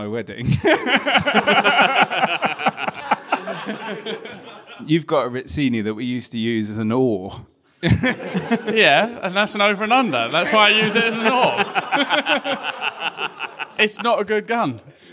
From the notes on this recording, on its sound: we recorded a special episode LIVE at Clays Bar in London